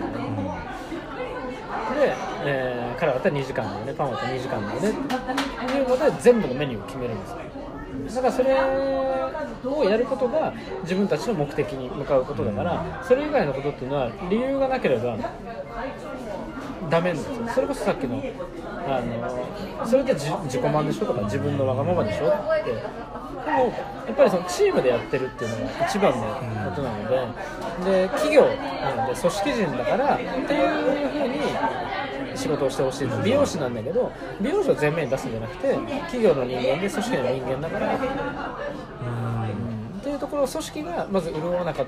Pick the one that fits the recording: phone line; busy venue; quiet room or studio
busy venue